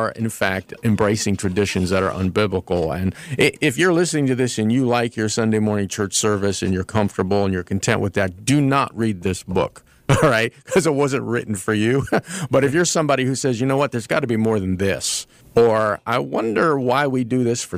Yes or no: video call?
no